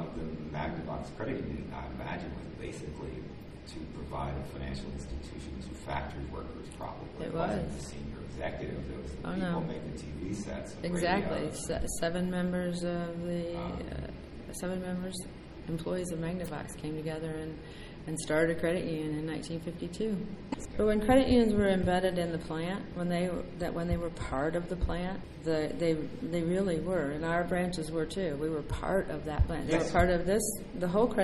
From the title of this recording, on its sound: Live from Finastra Community Markets